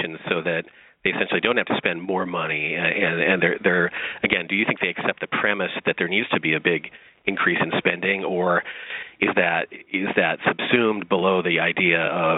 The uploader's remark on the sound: on the phone